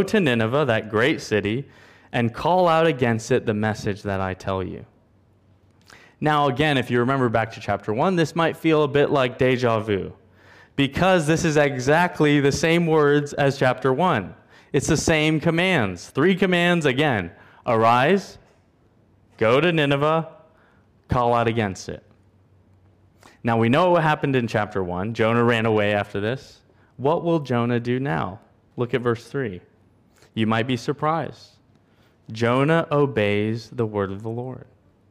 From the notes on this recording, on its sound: at Covenant Hope Church in Dubai, UAE, on Aug 07, 2022.